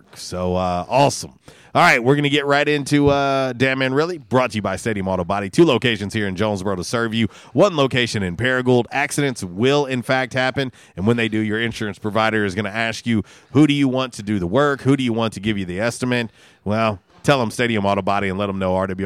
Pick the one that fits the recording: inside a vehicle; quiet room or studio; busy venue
busy venue